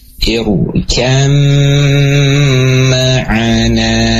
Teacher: Ada gunah memanjangnya. Ditahan sebanyak dua harakat. · Term: idgham dengan gunnah